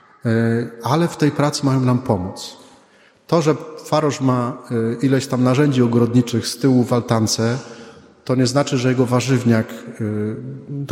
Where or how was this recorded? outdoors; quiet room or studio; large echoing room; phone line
large echoing room